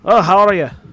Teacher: It was an American Scottish. There was a rolled R in it.